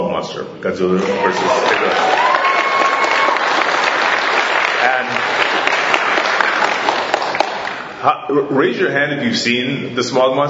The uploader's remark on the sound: If you couldn’t make it to Chicago this past July, fret not, we got you covered! Standing room only panel from the con.